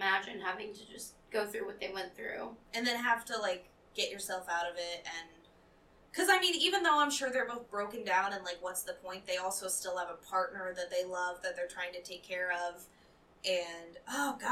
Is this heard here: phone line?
no